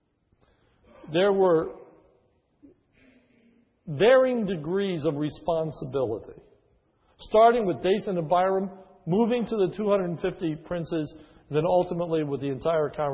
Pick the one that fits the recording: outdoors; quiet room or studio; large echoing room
large echoing room